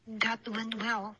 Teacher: That 发成了 that，变成一个的的音了